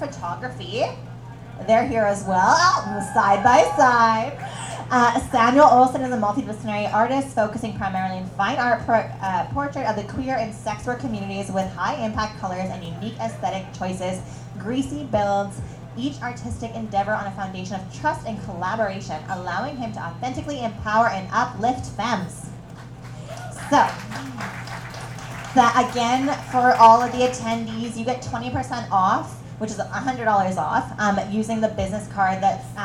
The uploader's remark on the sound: Podcast LIVE SHOW at The Number 5 Orange. The recording of our first ever LIVE SHOW!! Rough to start as we get our bearings with the mics.